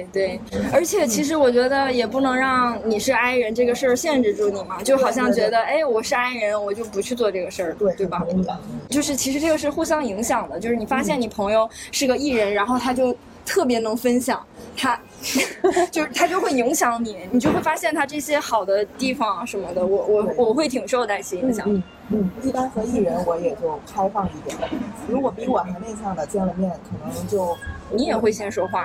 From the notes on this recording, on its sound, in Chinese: 理想酒会活动现场实录。终于在2023/07/29实现了邀请朋友们线下喝酒的理想。北京大小咖啡麦子店。